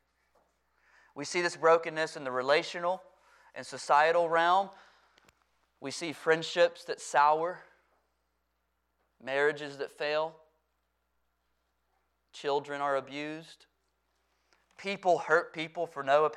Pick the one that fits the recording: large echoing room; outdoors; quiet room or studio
large echoing room